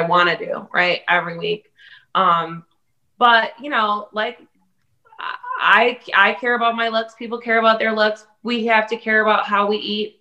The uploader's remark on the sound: Recorded Live on Zoom on 2/15/2021